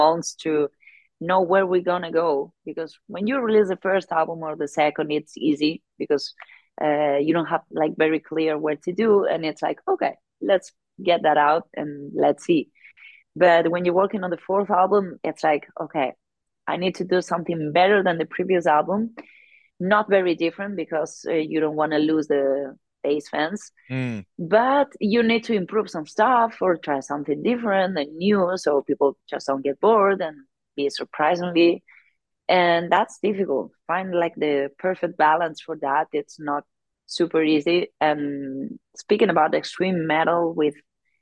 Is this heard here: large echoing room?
no